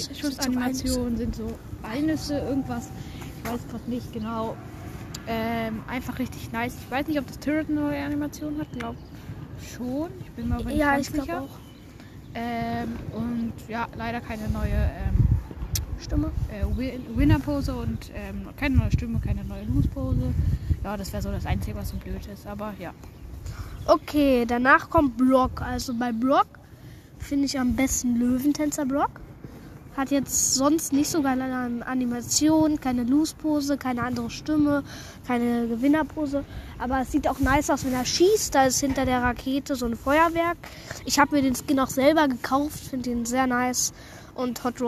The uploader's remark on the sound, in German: Wir haben draußen aufgenommen sorry für Hintergrundgereusche.